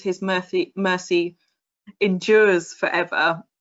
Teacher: What this does, if it was his mercy endures forever, then this, the kind of the s sound in mercy is associated with the z kind of sibilant sound at the end of endures